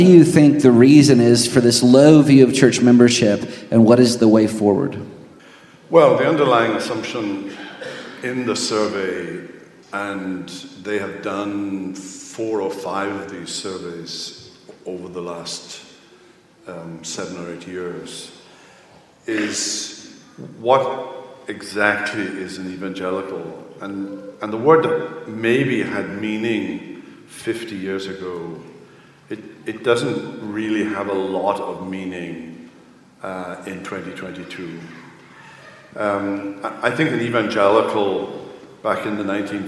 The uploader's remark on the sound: Q & A from the 2022 Boise Reformation Conference. The question-and-answer session from this year’s Boise Reformation Conference.